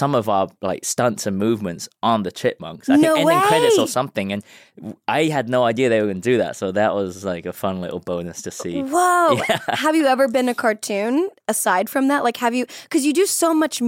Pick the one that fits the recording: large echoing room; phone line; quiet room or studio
quiet room or studio